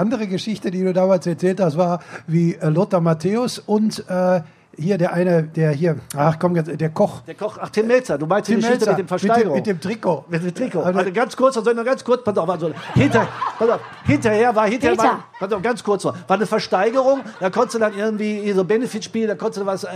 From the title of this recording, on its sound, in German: live vom ZFR